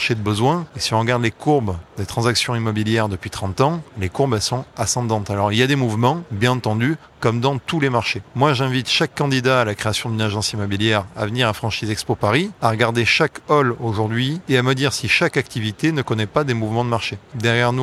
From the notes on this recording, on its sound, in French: en live de Franchise Expo Paris